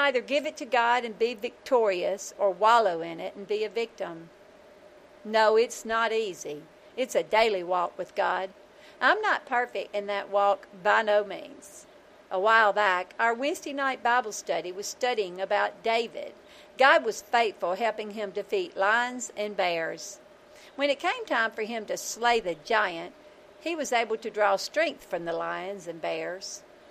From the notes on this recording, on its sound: I went LIVE on Youtube from the back porch to capture the video and the audio for the podcast.